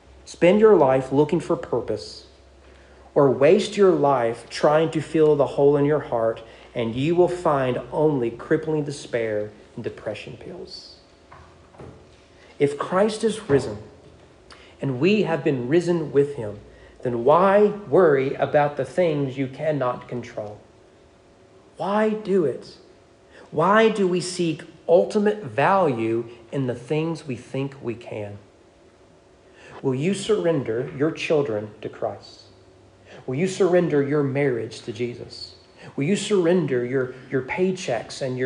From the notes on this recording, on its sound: Sermon preached on April 30, 2023 at East Frankfort Baptist Church during morning worship.